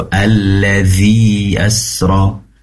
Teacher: pastikan ujung lidah nempel ke ujung gigi seri atas. Seraya ada getaran di situ.